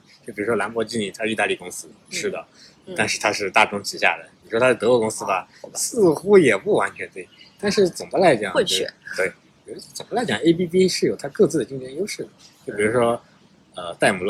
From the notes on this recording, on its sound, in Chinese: 本期录制场地所限，背景有些杂音，见谅。